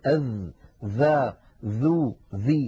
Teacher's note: الصفات ذوات الضد، أولا الذال مجهورة، والذال رخوة والذال مستفلة كما أنها منفتحة. أما صفات الحروف التي لا ضد لها فليس للذال منها نصيب، لا يوجد صفة من تلك الصفات في حرف الذال.